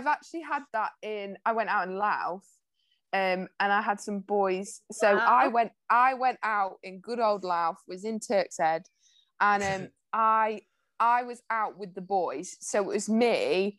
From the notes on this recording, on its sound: As promised heres the mid week upload containing the highlights from the zoom call.